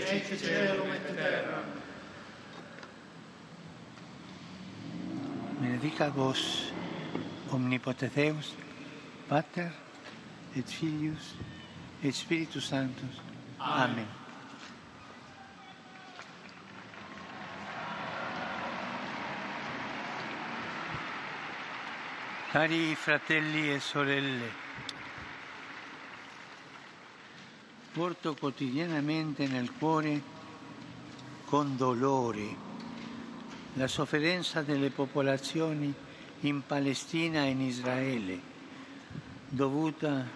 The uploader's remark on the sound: PETER'S SQUARE, RECITATION OF THE ANGELUS PRAYER